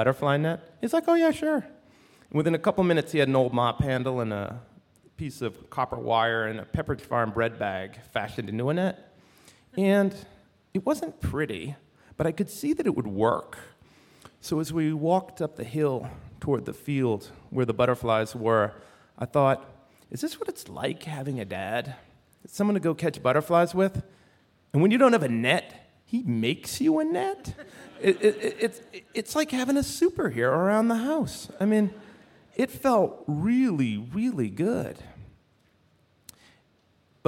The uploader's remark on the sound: Live from Tarrytown. A special live edition of The Moth from Tarrytown, New York.